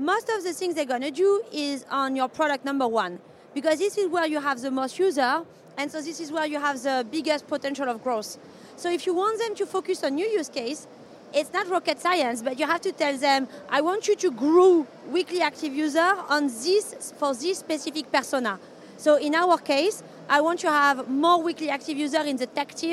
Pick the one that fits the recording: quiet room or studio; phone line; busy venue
busy venue